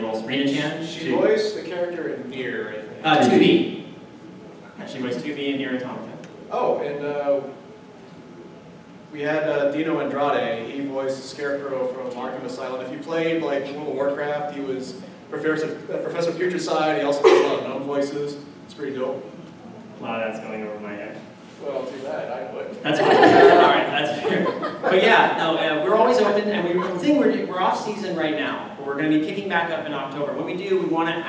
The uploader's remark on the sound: LIVE at Midsummer Scream 2017